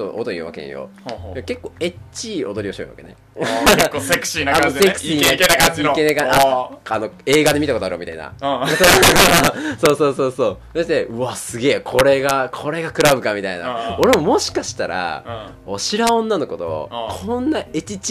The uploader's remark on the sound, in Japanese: 音割れがあります。すみません